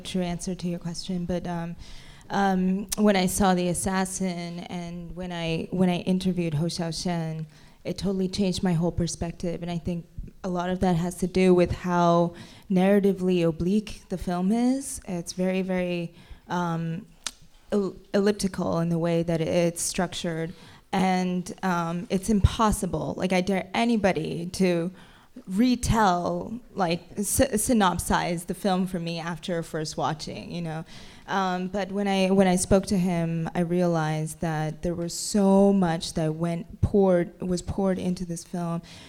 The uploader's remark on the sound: A New York Film Festival Live talk, recorded October 9th